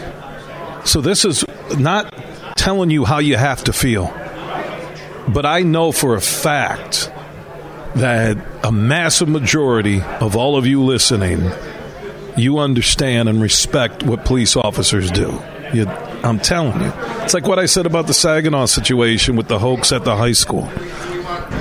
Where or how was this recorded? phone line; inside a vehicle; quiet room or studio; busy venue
busy venue